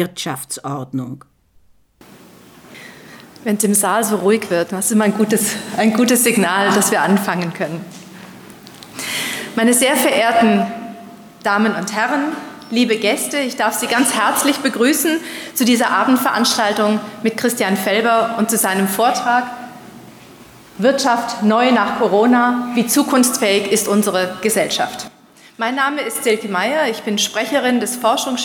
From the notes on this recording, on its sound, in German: Ihr hört einen Vortrag. Der im Rahmen einer universitären Veranstaltungsreihe in der Theologischen Fakultät Innsbruck stattgefunden hat.